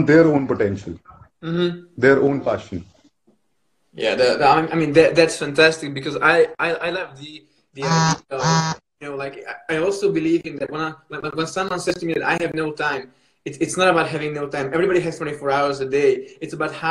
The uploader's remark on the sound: a recorded Instagram live